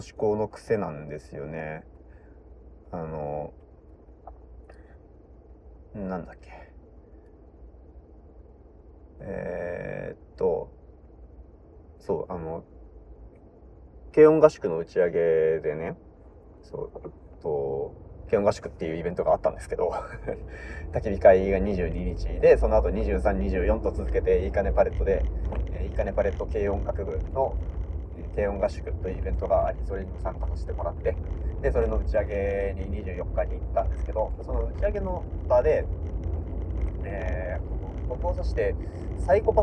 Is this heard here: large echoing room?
no